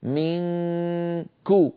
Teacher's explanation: منكم، لاحظوا بأنني أنتقل من مخرج الميم في كلمة منكم إلى مخرج الكاف مباشرة، وعليها تماما، على الكاف تماما، لأن الكاف مخرجها بعيد، مخرجها من أقصى اللسان